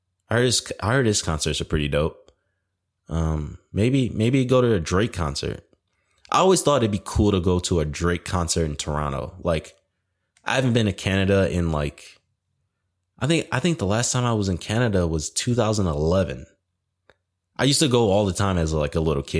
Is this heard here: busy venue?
no